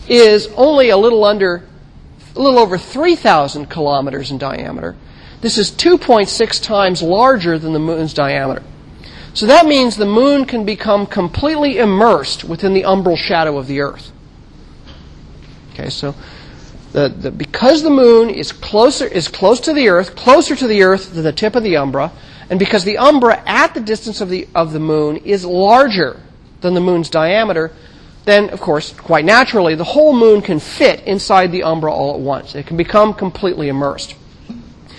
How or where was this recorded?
large echoing room